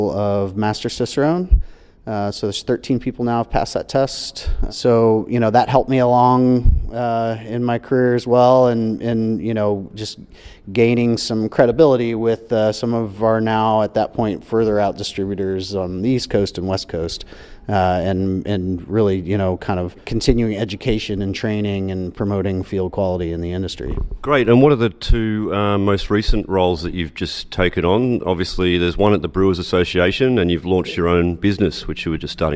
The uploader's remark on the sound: while he was in Washington DC at Brewers Association Conference